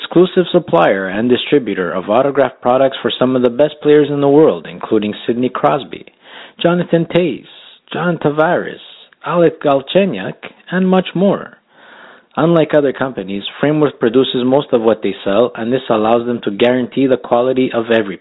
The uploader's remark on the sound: we take your phone calls